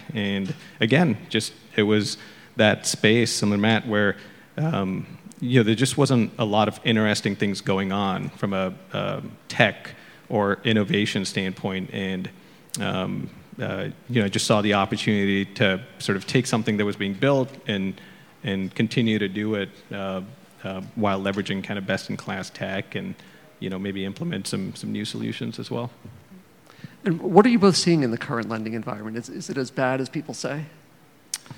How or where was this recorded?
busy venue